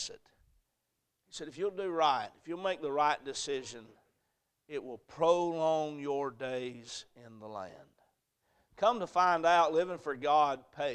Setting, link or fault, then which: setting, large echoing room